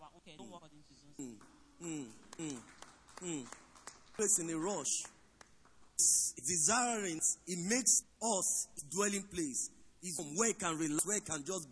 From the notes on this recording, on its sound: Recorded live at our Interactive Service